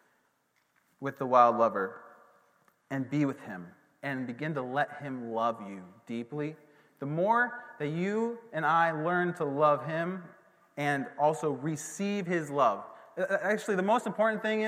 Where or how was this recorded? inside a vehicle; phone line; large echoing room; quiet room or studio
large echoing room